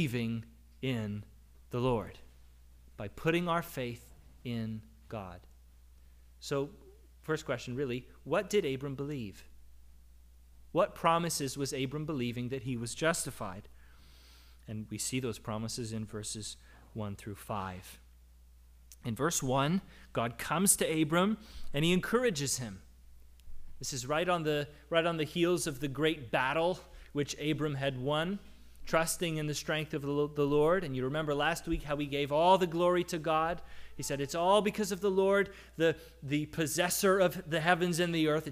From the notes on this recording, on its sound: Audio from our service.